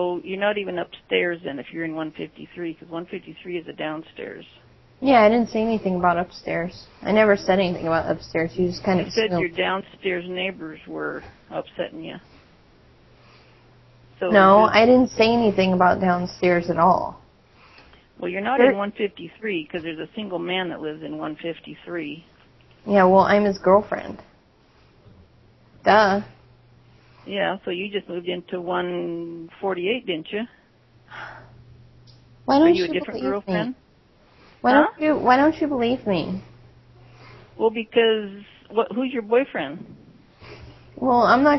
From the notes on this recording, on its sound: RBCP's Personal Prank Phone Calls Collection